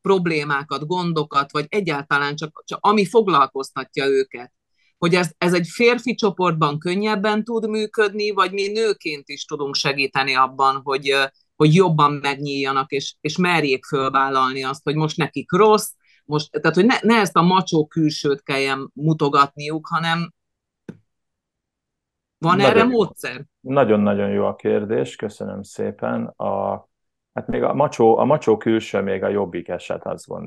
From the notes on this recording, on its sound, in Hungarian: Hogy miért zoom-on beszélgettünk? Portugáliában (!) él, a tengerparton.